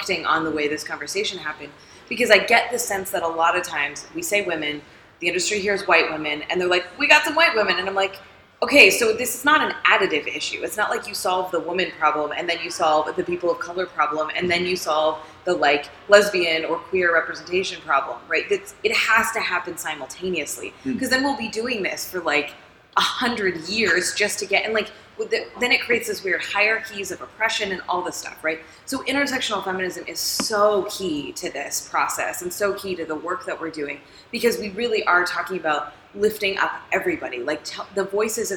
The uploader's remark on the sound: Recorded earlier this year during Nordic Games Conference. This is a one-on-one chat.